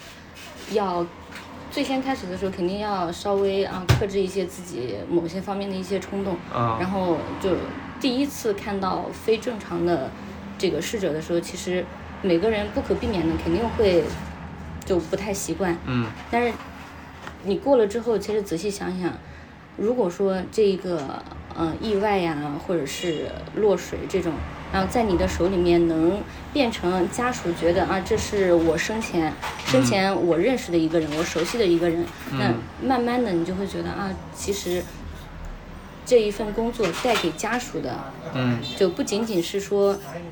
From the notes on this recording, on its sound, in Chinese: 把朋友约到咖啡馆来录制播客。在「土狗咖啡花鸟市场店」录制。